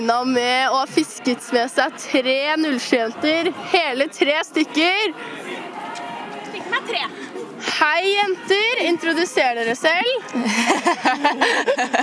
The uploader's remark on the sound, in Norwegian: Live fra skolegården